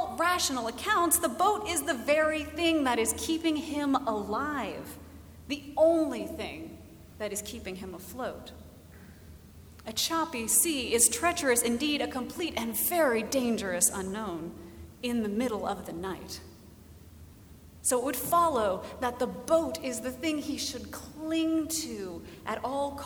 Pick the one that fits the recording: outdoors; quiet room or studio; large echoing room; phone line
large echoing room